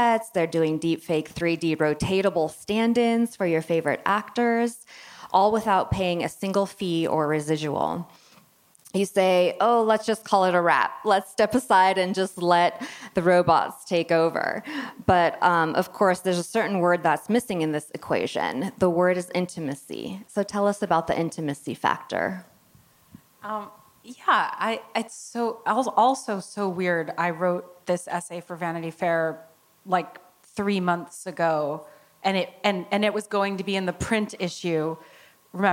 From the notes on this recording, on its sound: was recorded at ATX TV Festival Season 12 (June 1-4, 2023) in Austin, TX.